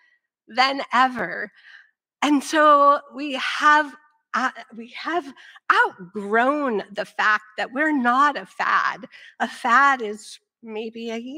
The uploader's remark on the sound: speaks to the crowd at the 2023 EcoFarm Conference